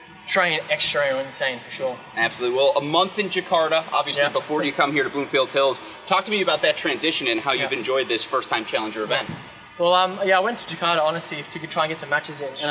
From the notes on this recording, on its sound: live from the Cranbrook Tennis Classic